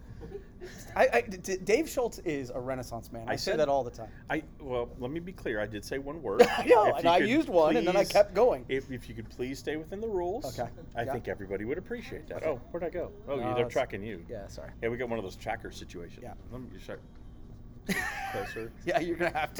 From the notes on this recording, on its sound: They recorded it on a cruise ship in the middle of the Caribbean while on the inaugural PromoCruise.